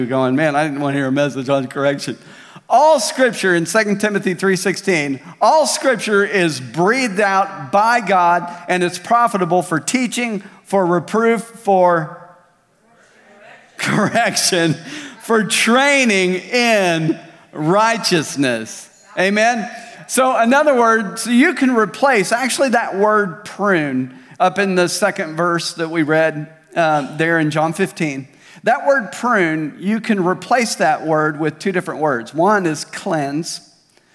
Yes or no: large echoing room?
yes